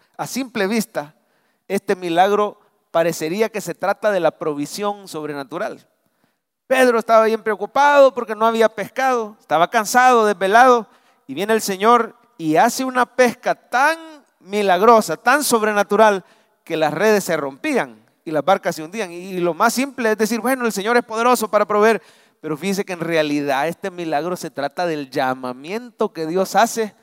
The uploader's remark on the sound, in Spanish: Mensaje predicado en vivo desde el Centro Familiar de Adoración CEFADCHURCH. San Salvador.